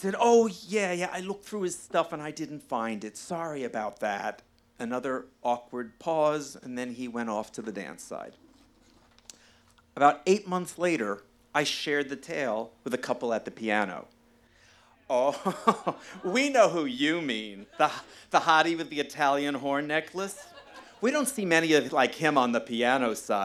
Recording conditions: live audience